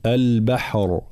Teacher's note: حال الوقف هنا طبعا الراء مفخمة ومجهورة، والجهر هو وضوح الصوت